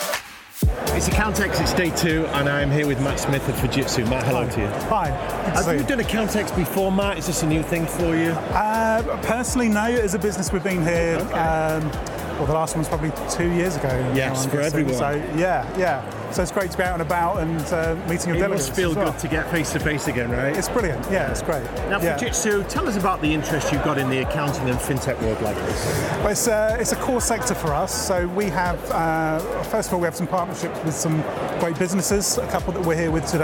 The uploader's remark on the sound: Live from Europe's Biggest Event 'Accountex'. Continues with a series of live interviews from Accountex 2022 in London recently. Enjoy the live buzz of the event!